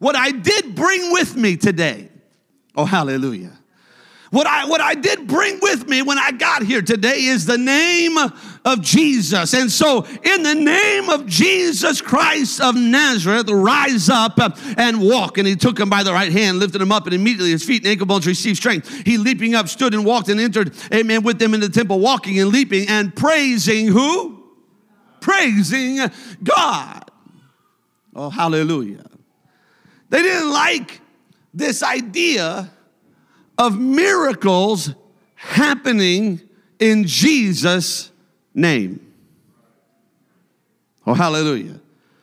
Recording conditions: large echoing room